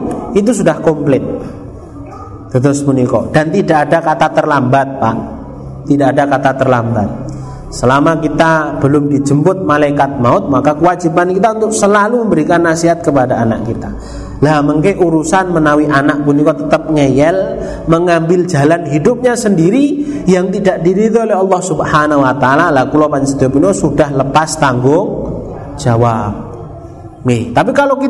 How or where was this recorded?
live audience